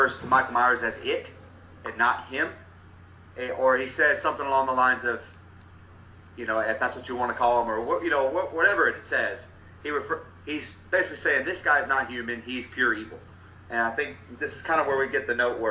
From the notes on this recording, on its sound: There's a tad bit of sound issues on this one